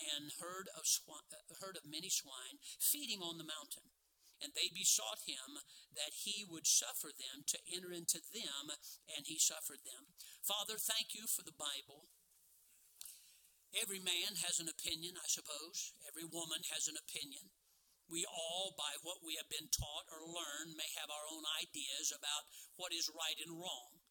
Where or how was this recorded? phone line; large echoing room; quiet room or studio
large echoing room